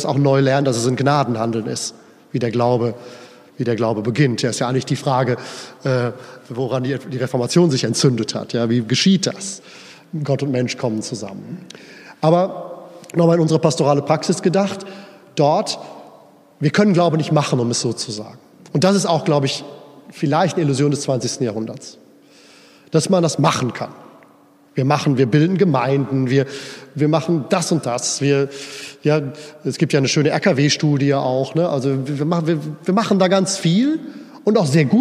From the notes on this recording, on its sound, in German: Hielt im Rahmen der Pastoralkonferenz am 24. November 2021 in der Erfurter Brunnenkirche diesen Vortrag.